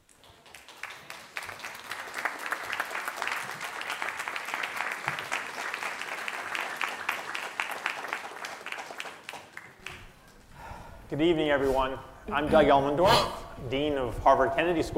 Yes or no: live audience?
yes